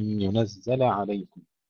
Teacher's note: كنت أريد أن أنبهك إلى كلمة ينزل عليكم، ينزل فتح اللام، فتح اللام يجب أن ننتبه إليه جيدا بسبب العين المفتوحة بعدها، أي ينزل عليكم، كانت في قراءتك أقرب إلى السكون.